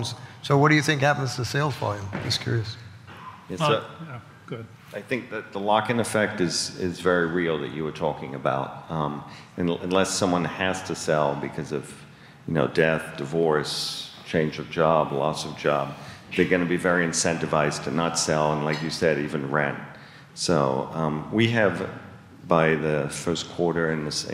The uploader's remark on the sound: The Norris Group’s annual award-winning event, I Survived Real Estate is back, LIVE! Our 15th annual black-tie gala.